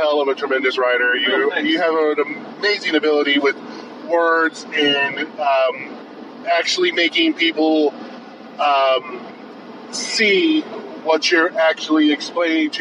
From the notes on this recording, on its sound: Recorded on the road to and from Limitless Wrestling: Welcome to the Dance in Westbrook, Maine. On the way home we talk about the show itself.